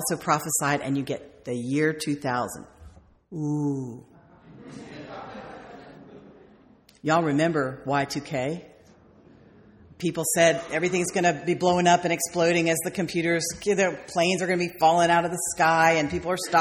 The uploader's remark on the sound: sermon delivered on May 4th, 2008